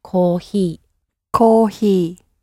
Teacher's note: Another sound which there isn't a distinction between is the HF sound. So the Japanese sound is somewhere in between an H and an F.